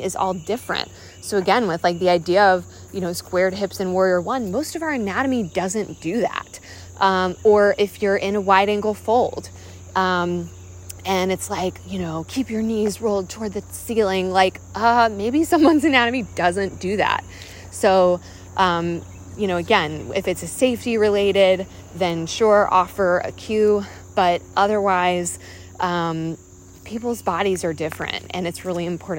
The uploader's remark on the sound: I’m talking off the cuff while walking outside